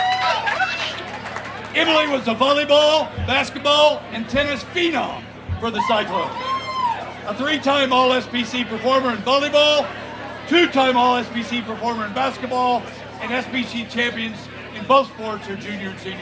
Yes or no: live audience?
yes